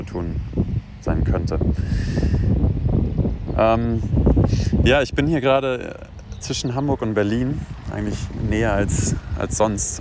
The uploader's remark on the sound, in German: Aus privaten Sprachnachrichten wird nun ernst - aus dem Smartphone in die Öffentlichkeit!